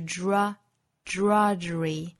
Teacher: 发成一个 dr,后面带出一个小的 r,尤其这个 r 的音不能丢哈，应该是 dr,那再加上后面的元音就是 drudgery,梦想这个词读成 dream,不要读成 dream 啊，应该是 dr,不要把这个 r 的音丢了，应该是 dream,一个是 drudgery,一个是 dream。Drudgery 这个词倒数第二个音节的刷响的是可以退位不发的，发成 drudgery 或 drudgery,也就是两个辅音连在一起不发这个刷响的也是完全可以的。Drudgery 三音节， drudgery 两个音节都是 · Term: 辅音连缀